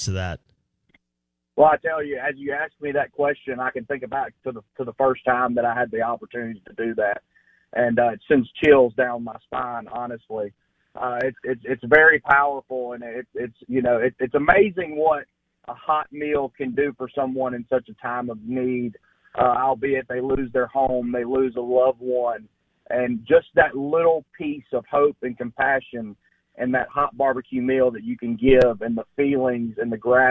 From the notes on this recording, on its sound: on the Farm Bureau guest line live from the Mississippi Delta